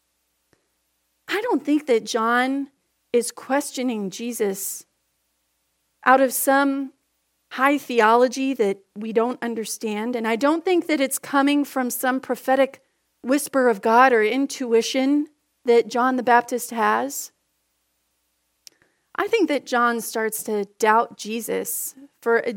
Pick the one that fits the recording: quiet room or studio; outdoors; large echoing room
large echoing room